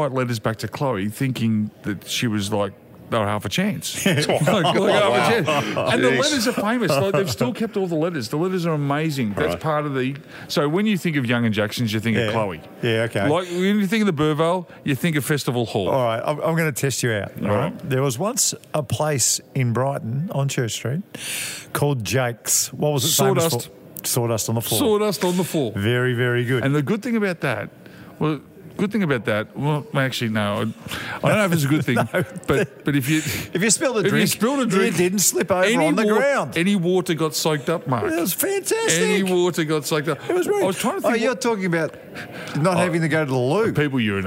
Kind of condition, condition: setting, busy venue